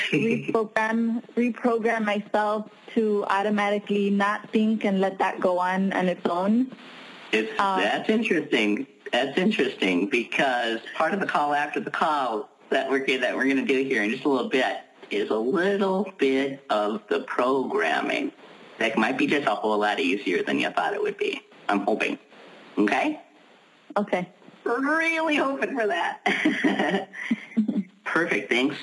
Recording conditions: phone line